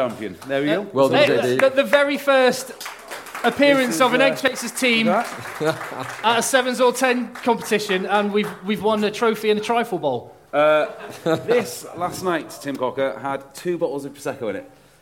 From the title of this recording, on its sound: Live from North Dorset 7's